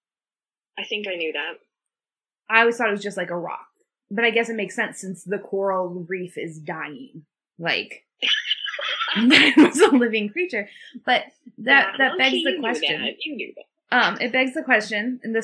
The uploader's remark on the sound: the audio is a little wonky